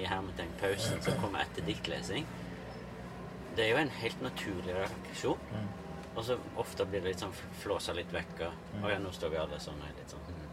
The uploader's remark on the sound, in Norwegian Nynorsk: Ein heilt vanleg dag i ei gamal campingvogn på torget i ein norsk småby. Opptaket blei gjort i ei campingvogn frå 1978, midt på Stortorget i Lillehammer ein solfylt føremiddag under Norsk Litteraturfestival 2023.